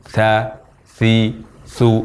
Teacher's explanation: mengucapkan huruf tha dengan meletakkan ujung lidah pada permukaan bagian dalam dari gigi seri atas